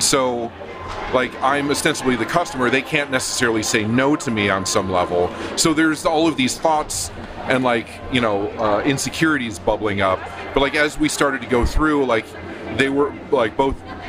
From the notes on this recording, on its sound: on location at the Memphis Listening Lab/WYXR Record Swap in Crosstown Concourse